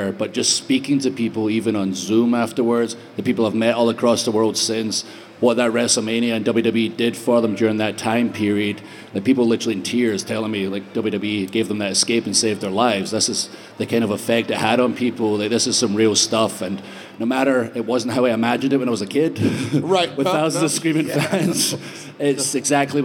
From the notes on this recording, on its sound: Live From Superstore Axxess. In front of a maj crowd in Dallas.